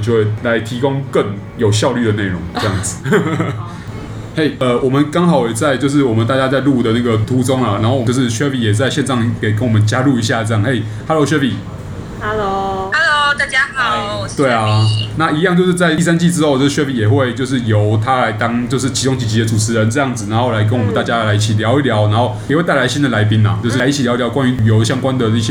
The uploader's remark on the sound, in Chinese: 本集白噪音指數：蚊風級 1/5。錄音地點： Wine Café。